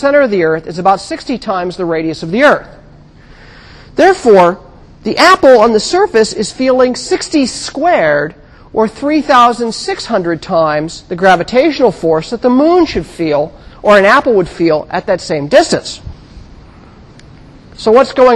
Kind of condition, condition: setting, large echoing room